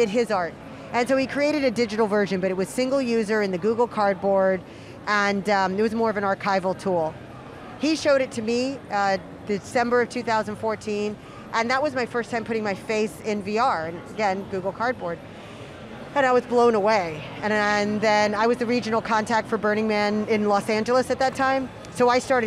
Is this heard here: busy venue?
yes